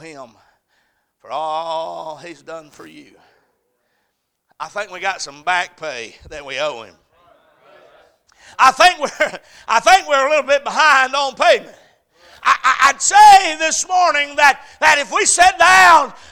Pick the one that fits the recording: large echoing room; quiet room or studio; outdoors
large echoing room